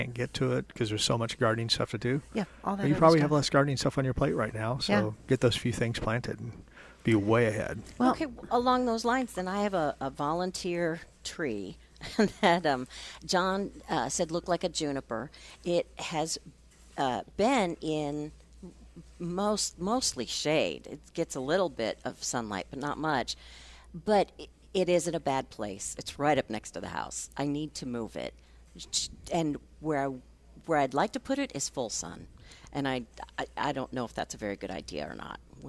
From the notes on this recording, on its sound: Plant Experts Live at Prairie Gardens.